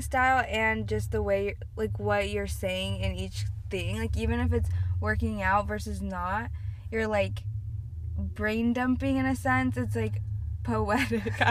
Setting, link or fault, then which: setting, inside a vehicle